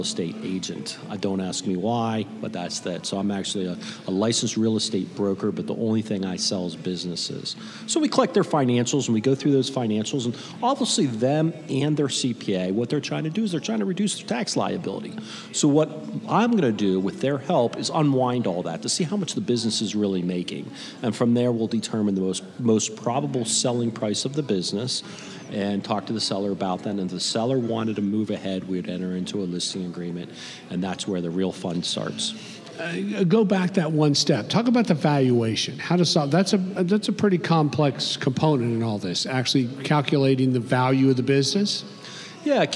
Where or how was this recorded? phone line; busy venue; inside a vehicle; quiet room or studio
busy venue